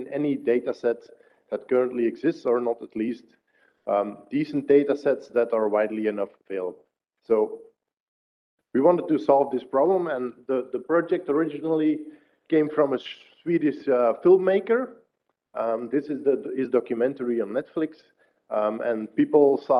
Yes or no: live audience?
yes